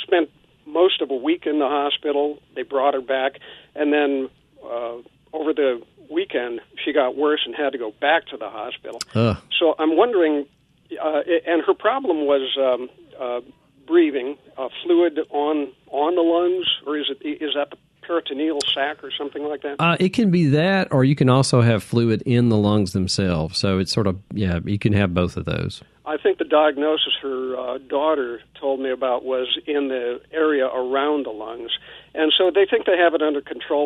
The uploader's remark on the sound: takes listener phone calls